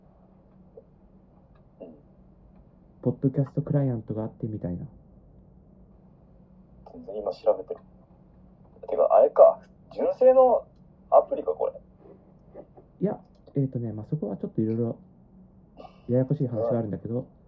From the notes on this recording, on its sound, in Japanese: スピーカー直録音のためボロボロ音質